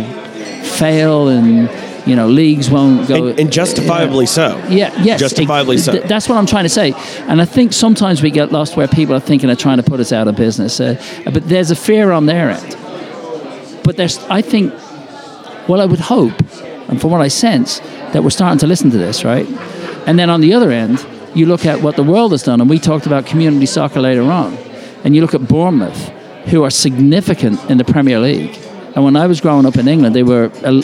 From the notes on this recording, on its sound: Live at the Bar of the US Soccer AGM